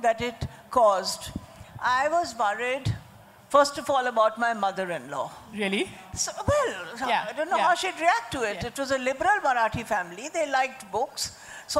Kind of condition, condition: setting, live audience